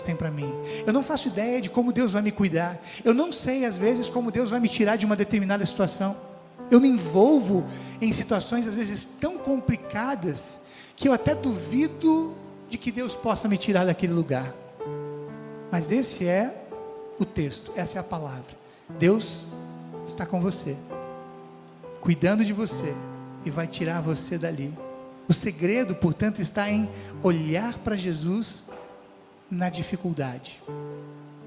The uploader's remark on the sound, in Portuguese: Mensagem proferida no culto ao vivo do dia 05 de fevereiro de 2023, da Congregação Evangélica Luterana da Esperança, de Brasília (DF).